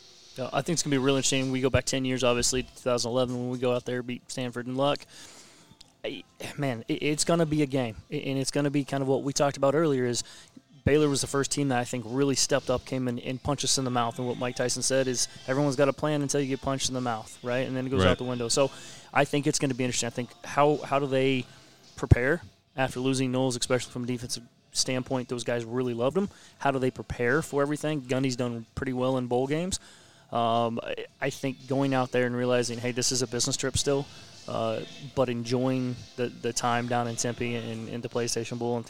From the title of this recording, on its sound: LIVE at C J Moloney's